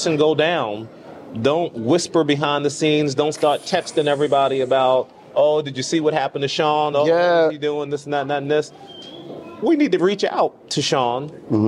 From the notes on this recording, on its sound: broadcasts directly from the vibrant heart of the NABSE Conference in New Orleans